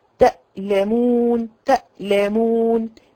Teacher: تألمون زمن انقطاع الصوت لابد ان انت توضحيه